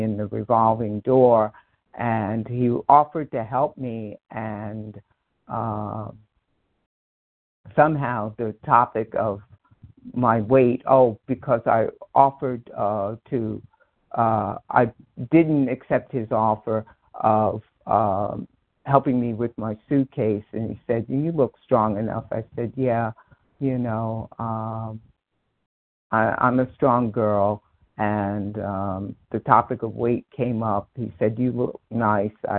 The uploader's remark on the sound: 100 Pounders Phone Meeting, 8/21/23